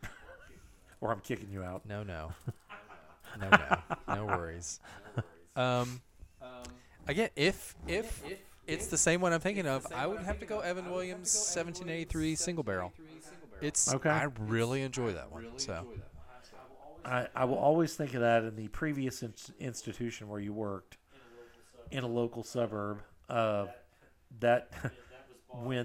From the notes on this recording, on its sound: Please pardon the echo on this episode